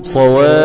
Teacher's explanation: طبعا آتي بالكلمة وأنا معصوب العينين، تمام، وبلغ الأضعف زي كلمة إيه صواف في سورة الحج، ده أنا بقف عليها بالسكون المحض وماليش فيها غير السكون المحض، ما ينفعش أجيب فيها رام ولا إشمام ولا أي شيء من ده، أقول صواف هكذا، وأقف طبعا على الفاء بتشديد، هو مثقل مثقل ففيه الفاء مشددة قولا واحدا، الحرف اللي بعد المد مشدد.